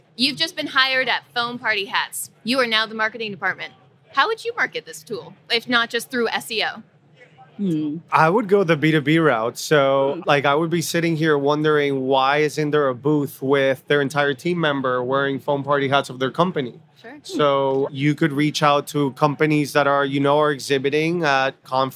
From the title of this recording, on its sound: Live at INBOUND23